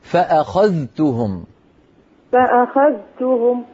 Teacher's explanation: حفص يظهر الذال عند التاء فيقول فأخذتهم